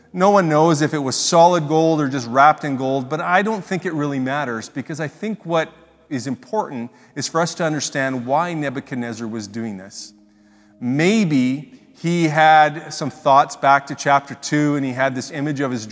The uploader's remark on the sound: speaks at SouthRidge Fellowship, a Langley church